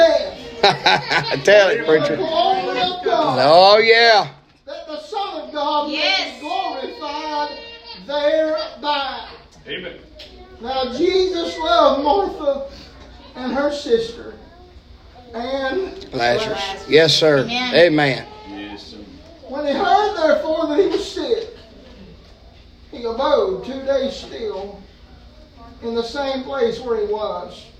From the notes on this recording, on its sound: preaching live from Christian Care Community Nursing Home